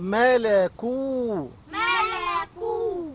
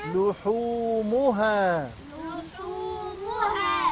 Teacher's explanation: واو مد طبيعي حركتان